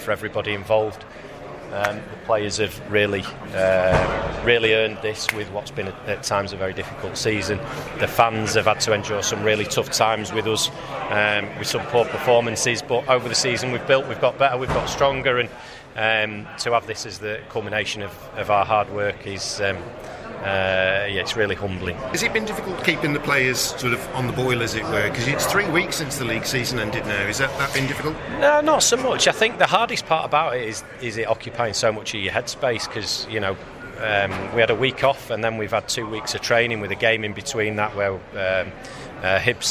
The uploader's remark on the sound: head to Wembley for the FA trophy final